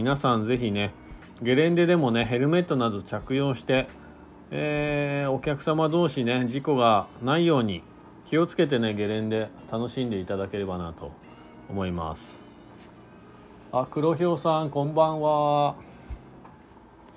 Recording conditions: inside a vehicle